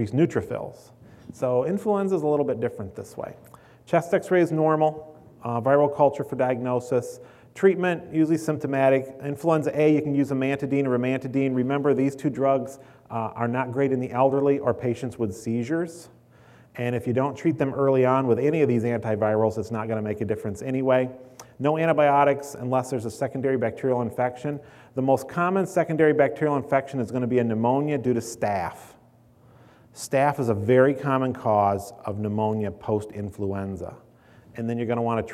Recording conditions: live audience